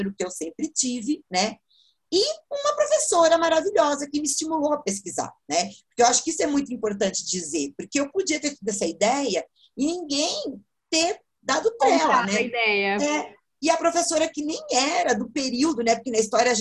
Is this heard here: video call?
yes